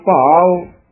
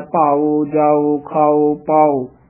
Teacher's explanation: ਭਾਵ ਅਪਾਰ, ਜੇ ਭਾਵ ਉਚਾਰਨ ਕਰਨਾ, ਕਈ ਭਾਉ ਬੋਲ ਜਾਂਦੇ ਹਨ, ਭਾਵ ਉਹਦਾ ਬੰਦ ਮੂੰਹ ਵਾਲਾ ਹੈ, ਭਾਉ ਅਗਰ ਉਚਾਰਨ ਕਰਾਂਗੇ ਉਹਦਾ ਖੁੱਲੇ ਮੂੰਹ ਵਾਲਾ ਉਚਾਰਨ ਹੁੰਦਾ ਹੈ, ਭਾਓ ਜਾਓ ਖਾਓ ਪਾਓ, ਬੰਦ ਮੂੰਹ ਵਾਲੇ ਉੜੇ ਦਾ ਉਚਾਰਨ